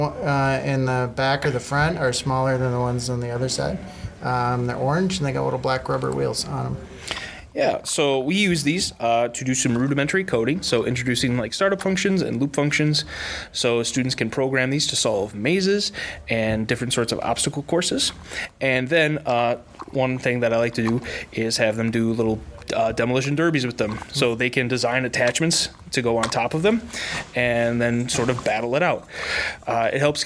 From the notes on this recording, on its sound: Three audio postcards or snapshots from STEAM night, one from technology, one from engineering, and one from the arts.